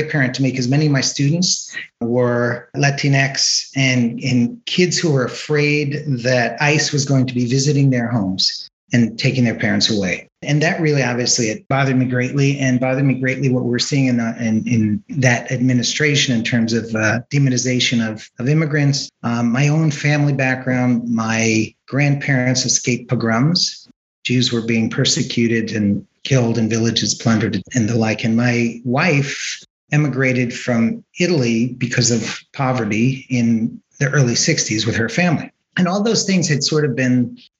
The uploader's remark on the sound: This episode was recorded on July 29th, 2021 via Zoom.